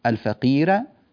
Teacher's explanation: والياء إن كانت مادية أو لينية فإن الراء ترقق، ما دامت هناك ياء ساكنة فالراء ترقق